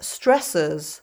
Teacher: since I'm British English and not American English, I don't pronounce the rhotic R